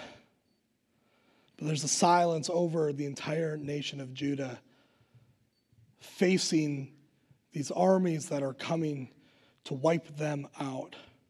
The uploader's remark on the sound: Recorded live at Word of Life Church in Le Sueur, Minnesota on November 21st, 2021